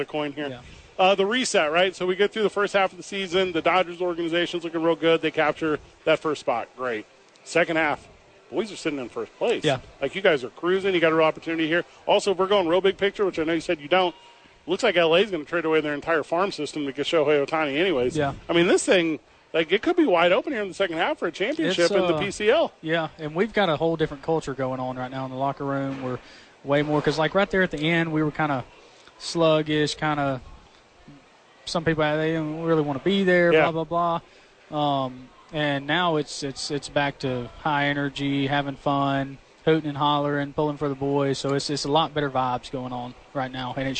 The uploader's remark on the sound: live from Isotopes Park